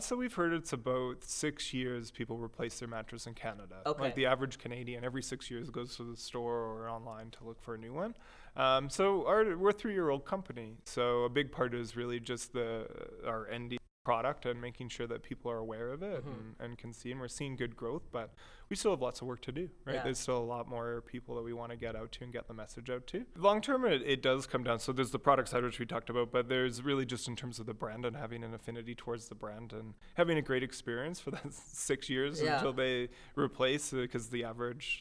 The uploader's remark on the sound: It was actually recorded during the middle of my digital marketing conference SocialWest. From MediaLab for setting up a mini-podcast studio in the middle of a busy conference.